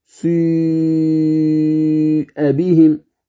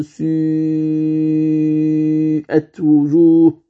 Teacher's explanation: يجعل شفتيه على هيئة النطق بالضم سي، ثم يقرأ بها مكسورة · Term: شيوع الإشمام